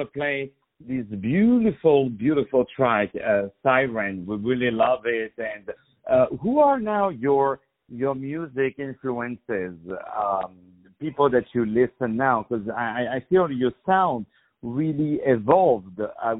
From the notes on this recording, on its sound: On the phone